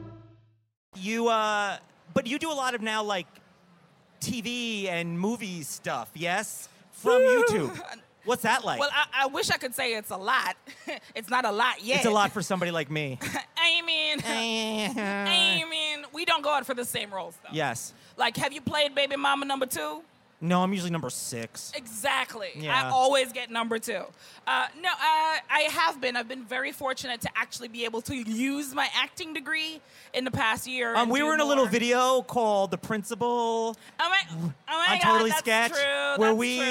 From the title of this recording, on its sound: Live at VidCon